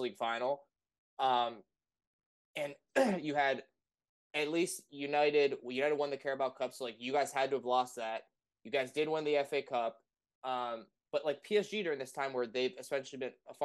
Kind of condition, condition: fault, poor microphone